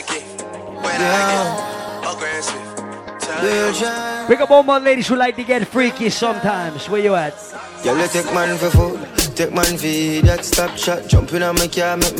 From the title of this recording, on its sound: LIVE AT ISLAND SATURDAYS ON DEC 17TH